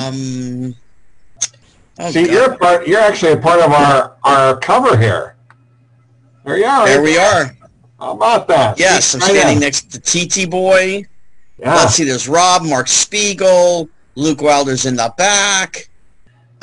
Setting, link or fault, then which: fault, distortion